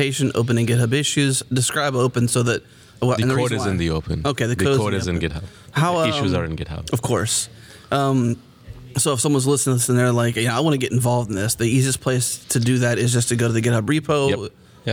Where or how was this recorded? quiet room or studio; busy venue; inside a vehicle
busy venue